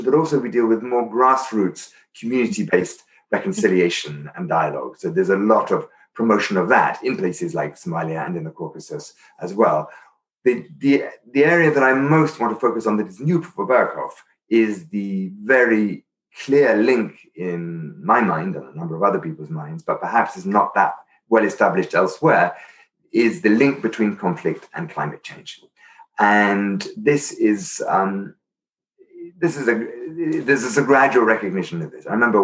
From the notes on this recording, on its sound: Interview recorded via Zoom.